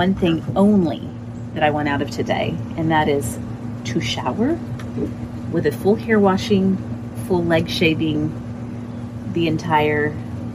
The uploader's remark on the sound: background noise conquers the day’s effort